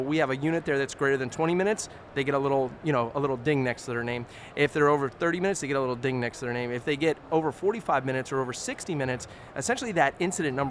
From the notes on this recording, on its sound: Live From Expo 2023.